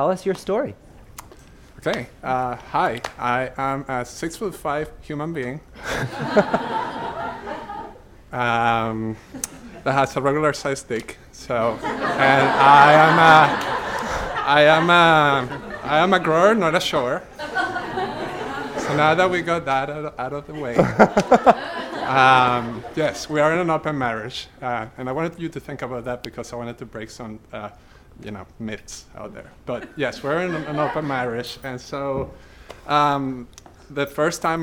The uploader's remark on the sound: Recorded at the touchpoint town hall in NYC on June 5, 2018 at The Assemblage Nomad.